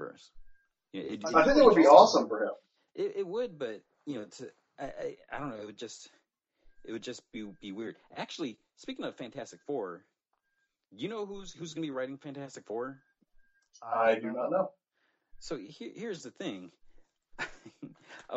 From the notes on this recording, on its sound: Just a warning, there are some technical issues with this podcast.